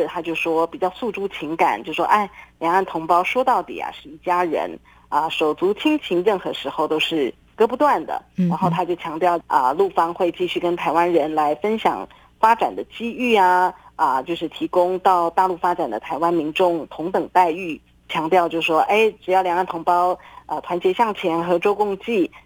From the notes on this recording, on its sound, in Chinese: 連線訪問中央社駐上海記者